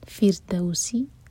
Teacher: جنات الفردوسی، را ساکن لائٹ ہوگا، اس سے پہلے ہے کسرہ